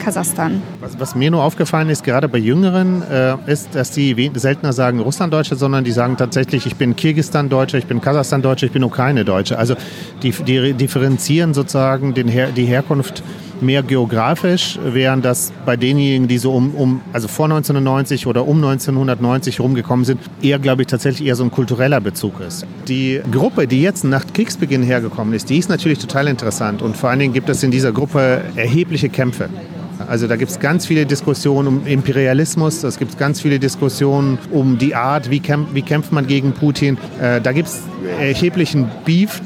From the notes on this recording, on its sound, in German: In einer Sonderfolge zum Ukraine-Krieg melden wir uns live aus dem "Café Rossiya" (Café Russland) in Berlin.